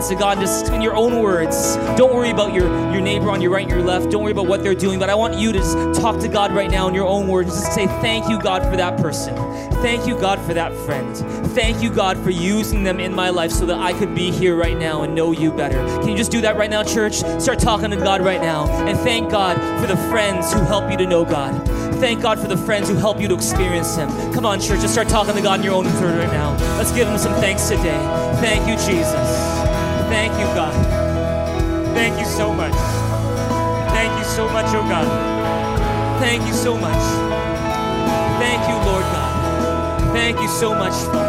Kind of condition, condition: setting, large echoing room